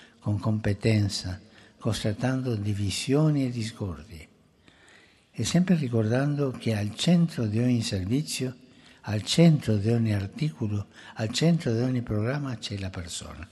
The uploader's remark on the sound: FROM THE PAULVI HALL.